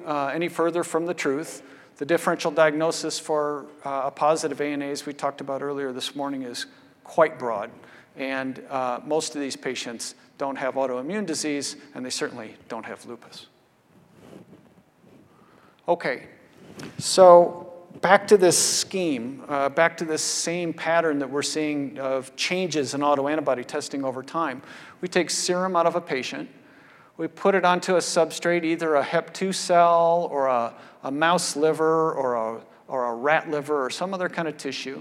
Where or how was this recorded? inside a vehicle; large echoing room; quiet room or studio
large echoing room